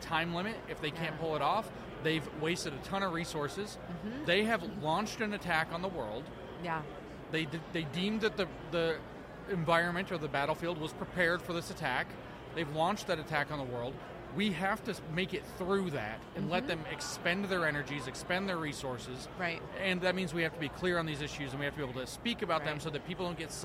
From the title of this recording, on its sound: The Unity Project What’s UP? Podcast at AmFest